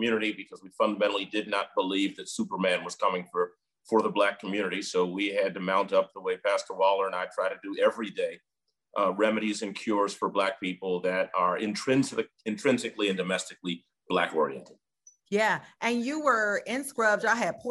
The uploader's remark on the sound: In this special edition of Flashpoint LIVE taped before a virtual audience.